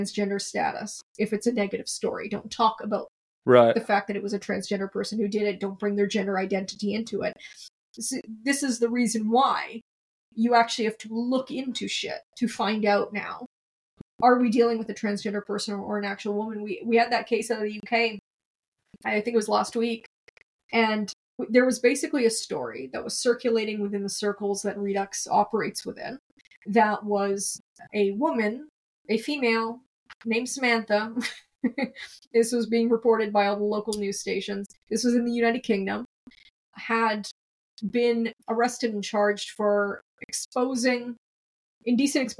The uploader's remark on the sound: This is the audio version of a video interview published earlier. This section was interrupted by technical difficulties toward the end.